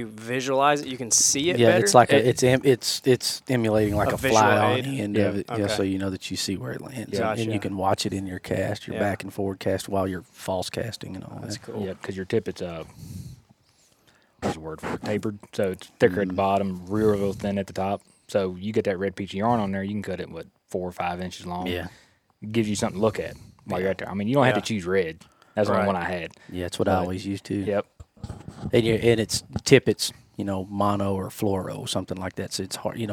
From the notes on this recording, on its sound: This episode was recorded at the first ever HLE Team Rendezvous from inside a 150 year old tobacco barn. The boys got to meet in person for the first time.